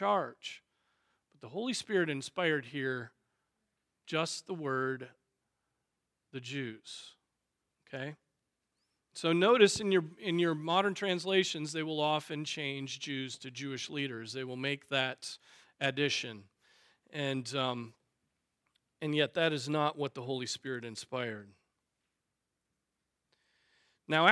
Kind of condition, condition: setting, large echoing room